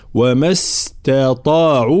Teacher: وما استطاعوا مع ترقيق التاء وتفخيم الطاء